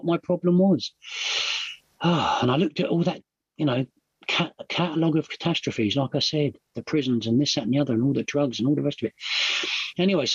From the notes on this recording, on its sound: at the Magical Mystery Tour zoom meeting in December of 2022